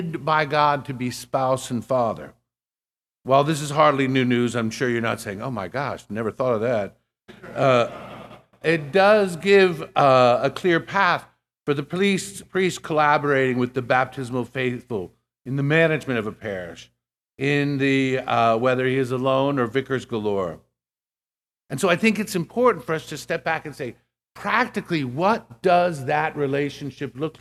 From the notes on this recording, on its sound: This lecture was given at the Catholic University of America. As part of the Thomistic Institute symposium titled "Toward a Fundamental Theology of the Priesthood."